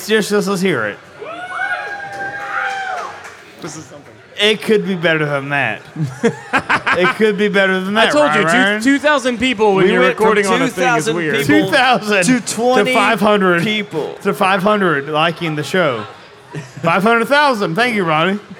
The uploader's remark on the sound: LIVE FROM CRYING EAGLE. Listen in to our very first live podcast recorded at Crying Eagle Brewing on Friday, October 13th. Listener beware: we were definitely over-served in this one.